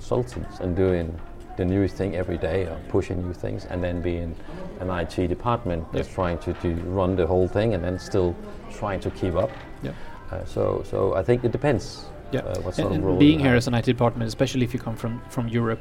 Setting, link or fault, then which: setting, busy venue